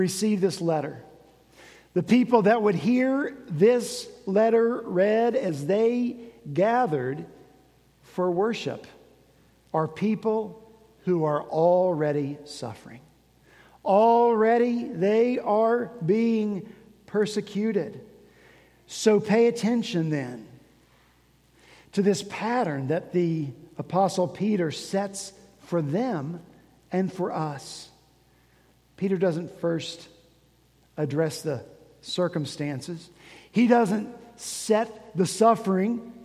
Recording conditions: large echoing room